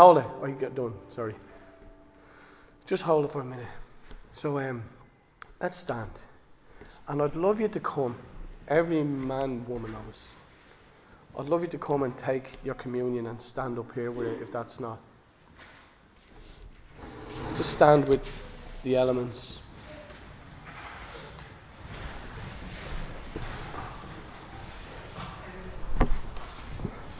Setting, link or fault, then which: setting, large echoing room